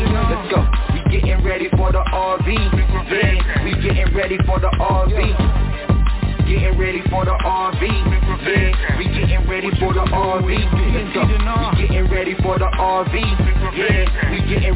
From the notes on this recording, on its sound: TNTSuperfantastic Conference Call